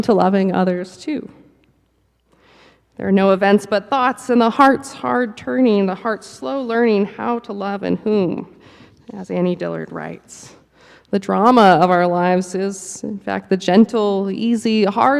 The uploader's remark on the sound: Preached at the Cathedral Church of St. Mark in Salt Lake City.